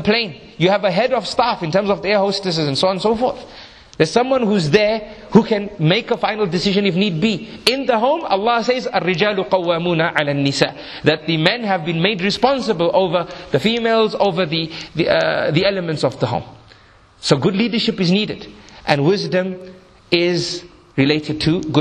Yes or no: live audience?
yes